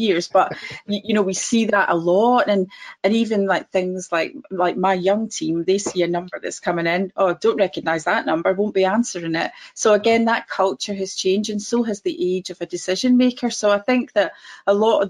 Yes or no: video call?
yes